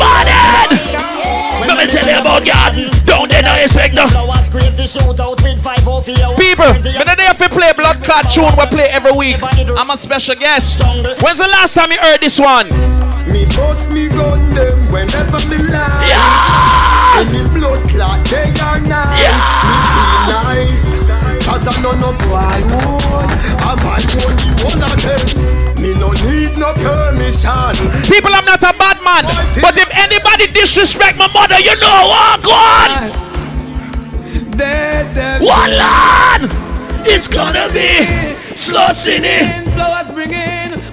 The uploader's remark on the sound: LIVE AT SEAFOOD TUESDAYS AT LORNA'S NYC 10/27/15